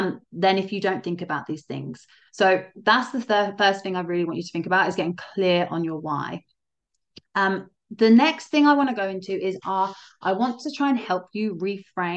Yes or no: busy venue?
no